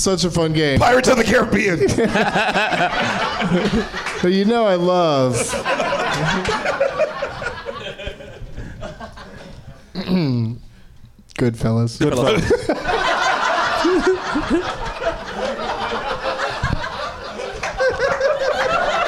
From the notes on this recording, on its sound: Live from Nerdmelt in Los Angeles